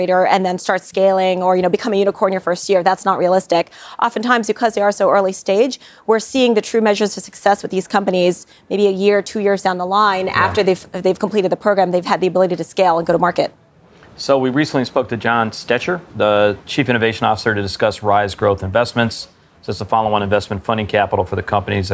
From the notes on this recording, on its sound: At Empire Startups’ New York Fintech Week Conference. Was able to record some interviews with some of the top speakers of the conference!